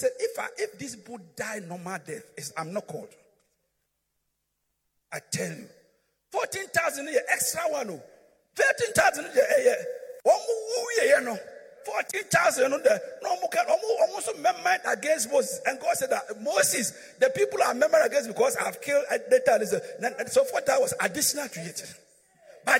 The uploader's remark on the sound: Preached at Midweek Service